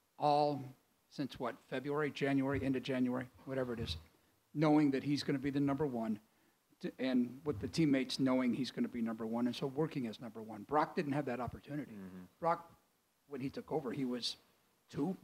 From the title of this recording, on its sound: football media day press conference